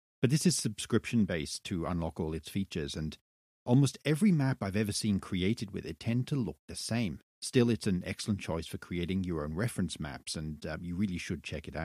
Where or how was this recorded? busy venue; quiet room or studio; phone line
quiet room or studio